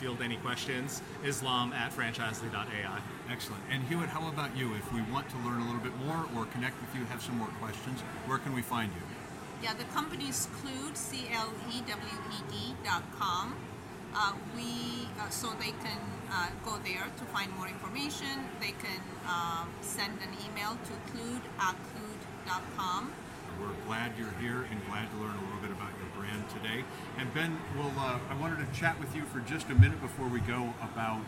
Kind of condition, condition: setting, busy venue